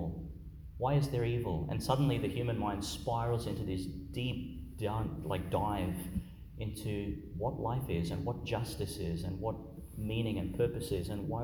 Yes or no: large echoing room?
yes